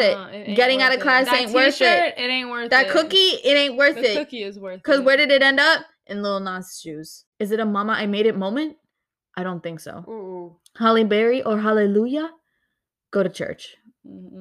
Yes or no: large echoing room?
no